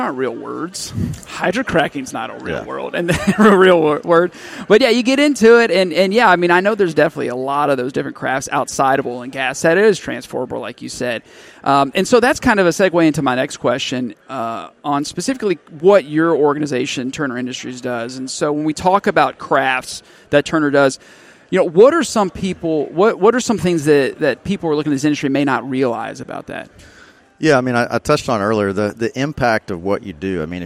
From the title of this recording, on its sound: Live at AFPM